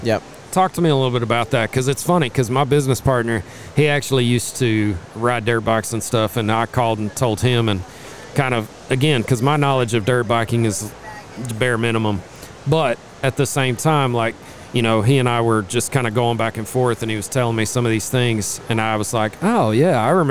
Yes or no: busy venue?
yes